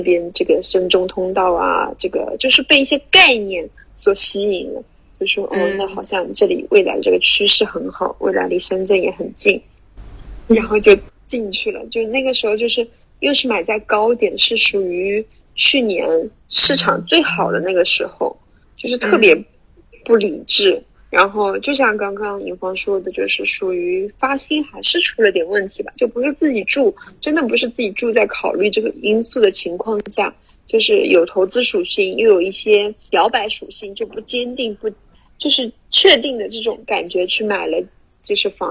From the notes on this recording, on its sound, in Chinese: 远程腾讯会议手机录制，没想到手机无法导出文件。于是手机播用录音设备录制、再导出，导致音质有点毛躁，二次录制时还有2-3次飞机低空飞过……可能耳朵听着会有点不太舒服，请多见谅！